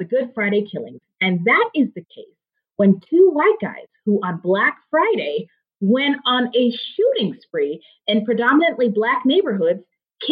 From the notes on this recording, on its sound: we were still working on some sound issues when we recorded this episode, so the sound quality is not great